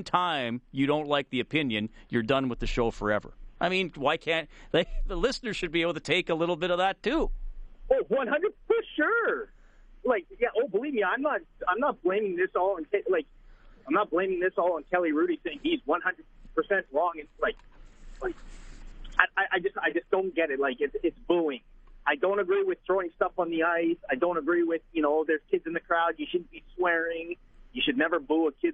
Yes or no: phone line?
yes